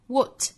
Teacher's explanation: us human,再跟后面的 r 弱读成的可以做连读。Mistakes are, mistakes are, what makes us human, what, 尾部的 t 略掉，后面有辅音了，所以前面的 t 略掉。